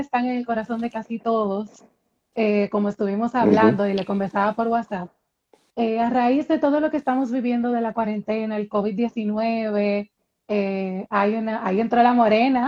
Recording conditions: video call